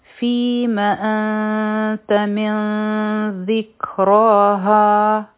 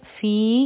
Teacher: ف د لاندې کسره ده، په یا سکون دی، دا حرفي مده دی، مدی طبعي دی، دوه حرکه به راکاږو. فی او په میم باندې فتحه ده، یو حرکه به وایو.